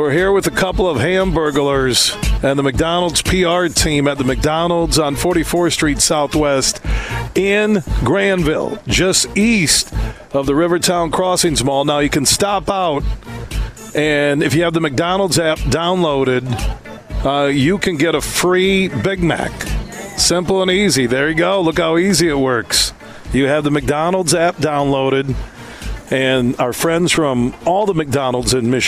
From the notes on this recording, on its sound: Today we're broadcasting live from the McDonald's in Grandville on 44th Street as McDonald's of Michigan is kicking off their "Best Burger" campaign.